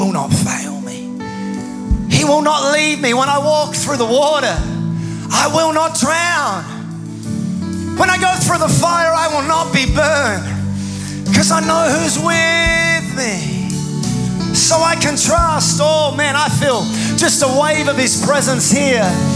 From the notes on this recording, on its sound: Recorded live at Planetshakers Church (Melbourne) on Sunday 13th of August 2023.